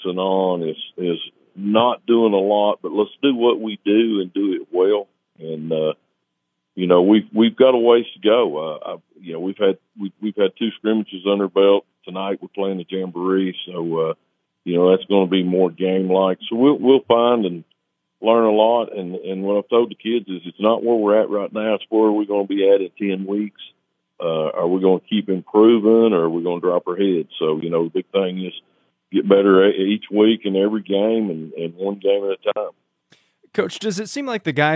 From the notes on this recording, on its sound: Coaches from around the Upper Cumberland hopped on the phone to preview their upcoming seasons'.